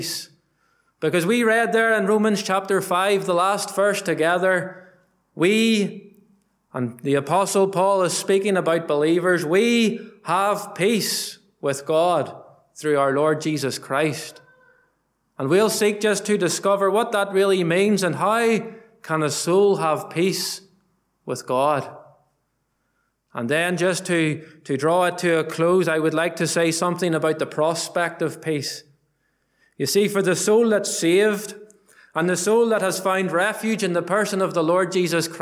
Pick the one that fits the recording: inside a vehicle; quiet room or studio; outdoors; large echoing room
large echoing room